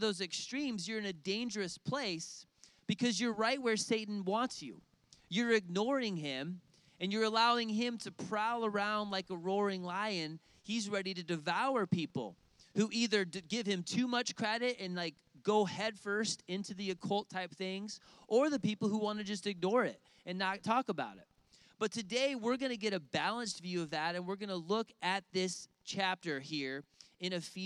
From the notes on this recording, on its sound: outdoors at a lakeside service